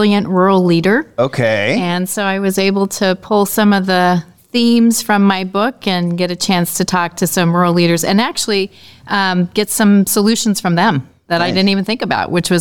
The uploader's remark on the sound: Dispatches from NFARE Conference in Chattanooga TN. Was interviewed at the National Forum to Advance Rural Education conference.